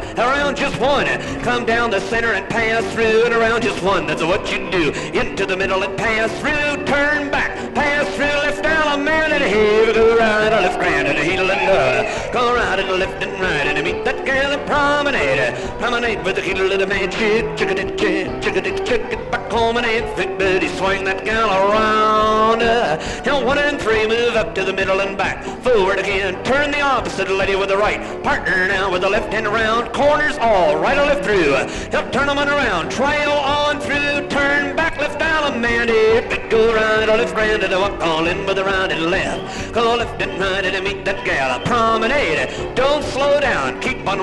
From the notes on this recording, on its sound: A first for this podcast series, here is track two of an actual dance. A live orchestra. Recorded in Los Angeles, California.